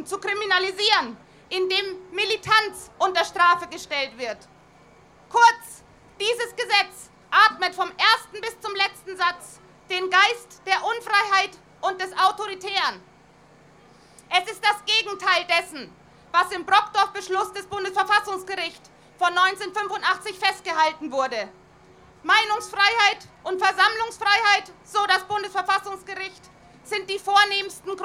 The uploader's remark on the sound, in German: Mit vielfältigem und lautstarkem Protest wollten von den Rheinwiesen durch die Innenstadt bis vor den Landtag Nordrhein-Westfalens ziehen. Radio Nordpol hat live von der Demo berichtet.